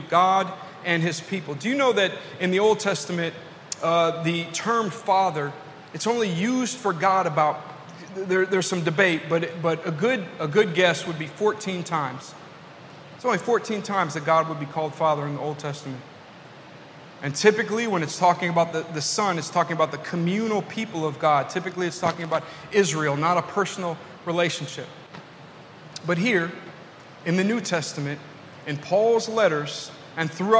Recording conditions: large echoing room